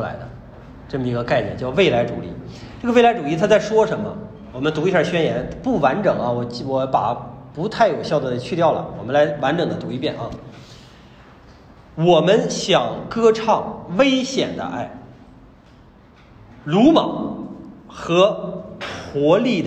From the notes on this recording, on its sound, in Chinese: 讲座录音。现场讲座的形式势必比制作的音频要拖沓，但是为了保持收听的流畅性，我没有对录音进行紧凑性的剪辑。